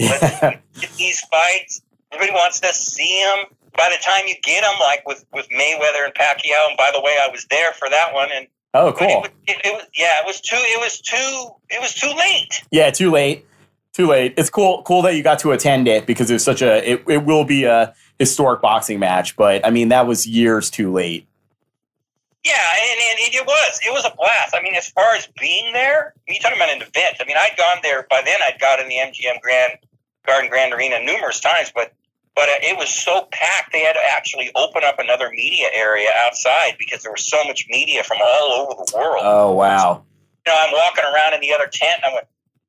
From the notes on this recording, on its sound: Phone interview for The Weigh-In Podcast.